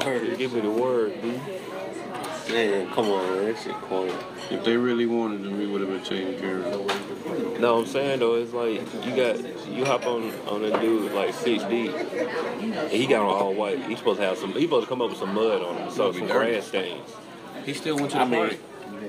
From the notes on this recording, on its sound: We continue our special behind the scenes of The Paid In AmeriKKKa Tour series. This week we press record while sitting at an IHOP in Tallahassee, Florida.